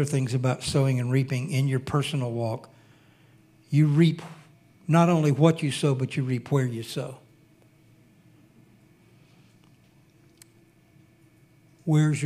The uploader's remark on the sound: Recorded sunday evening service.